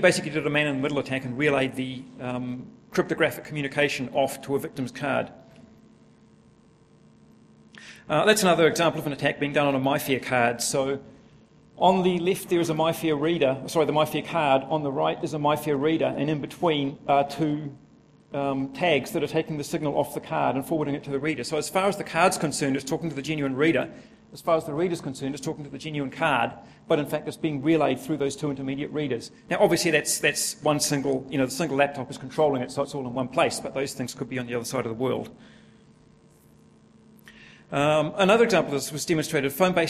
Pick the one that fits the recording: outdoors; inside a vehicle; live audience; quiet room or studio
live audience